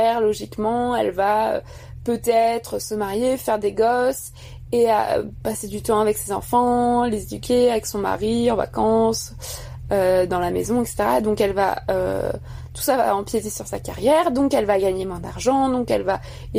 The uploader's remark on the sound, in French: Il a été enregistré le 19 février 2020 sur un ferry finlandais.